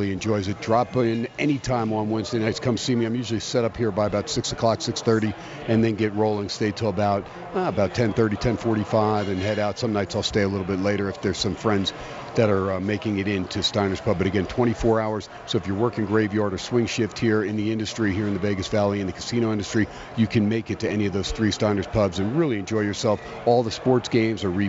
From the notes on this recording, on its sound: "Live" from Steiner's Pub in Las Vegas